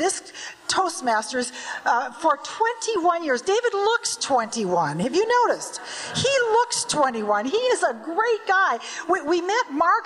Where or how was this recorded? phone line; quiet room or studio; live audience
live audience